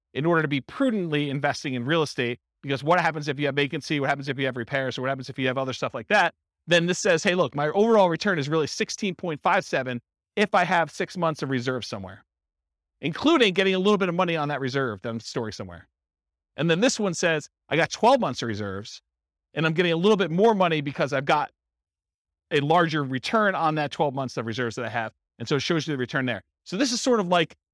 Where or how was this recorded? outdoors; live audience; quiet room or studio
live audience